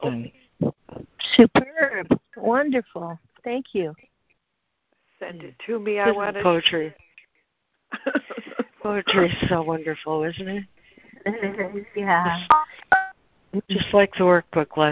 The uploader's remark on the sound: ACIM Daily Conference Call.